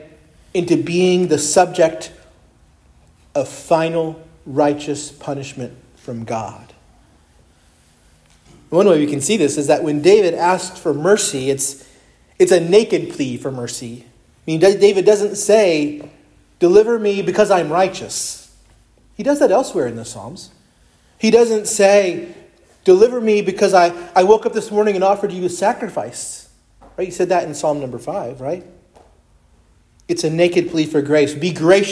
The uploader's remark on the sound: preached at Christ Our Savior Baptist Church on Sunday, November 19, 2023